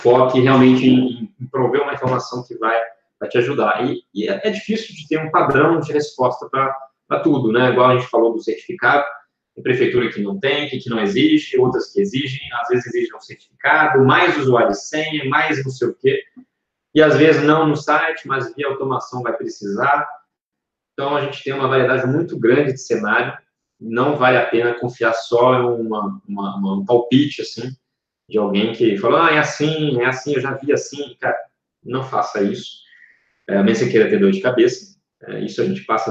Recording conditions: video call